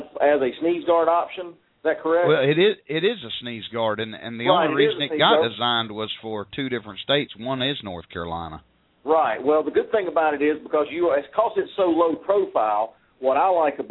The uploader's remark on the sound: live call ins